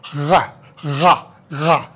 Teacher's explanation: The sound of the French R, ra, ra, ra, is uvular.